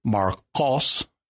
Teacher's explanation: you're pronouncing the Q towards the back of your mouth there, not the K towards the front · Term: Q sound